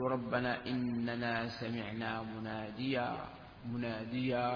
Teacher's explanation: هذه النون الساكنة التي في التنوين أبدلتها ألفا، مناديا قلت مناديا، هذا هو الإبدال، إبدال النون الساكنة التي في التنوين ألفا هكذا تقفها.